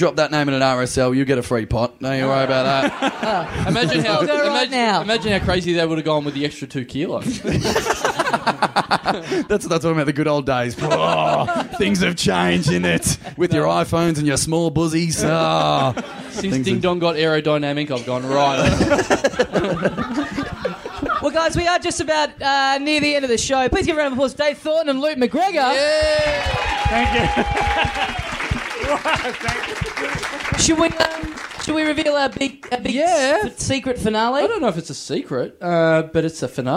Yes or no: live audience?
yes